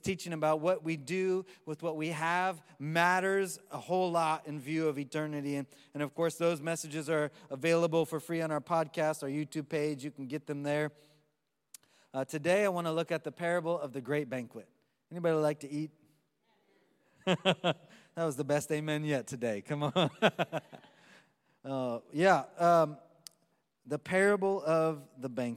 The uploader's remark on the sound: Live from Orlando, Florida